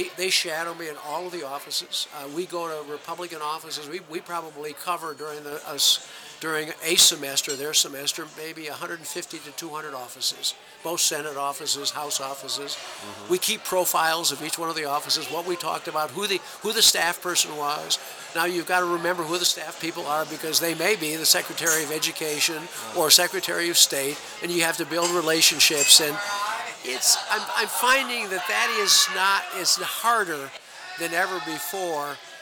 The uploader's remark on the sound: Sit down for a pre-quarantine conversation and drink at The Hamilton. Sit down for a pre-quarantine conversation and drink at The Hamilton.